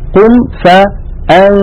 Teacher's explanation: ينتقل من مخرج الهمزة في كلمة أنذر إلى مخرج الذال وهو طرف اللسان مع أطراف الثنايا العليا. فإذا تهيئة الفم على مخرج الحرف الآتي يصاحب ذلك غنة من الخيشوم كاملة ممطوطة بمقدار كامل كما هو متلقا. · Term: إخفاء